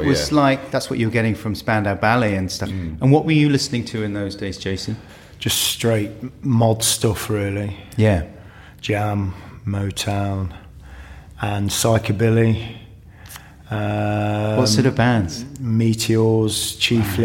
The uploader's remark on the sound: The conversation was recorded in London comedy venue 2 Northdown in April, 2019.